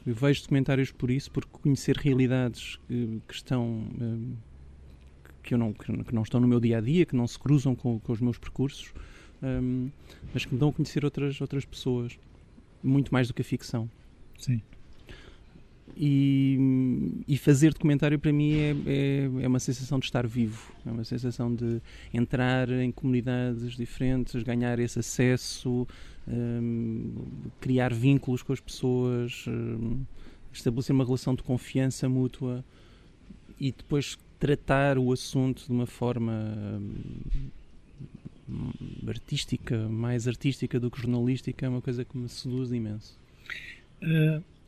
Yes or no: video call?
no